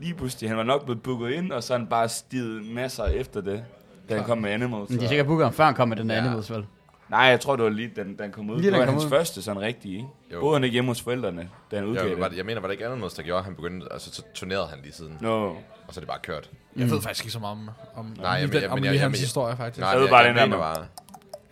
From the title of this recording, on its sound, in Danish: Live Fra Guldgrillen!